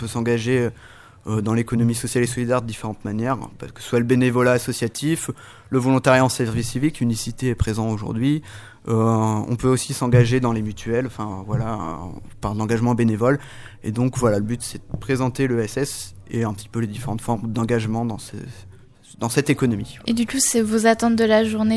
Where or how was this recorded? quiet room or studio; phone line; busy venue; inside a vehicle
busy venue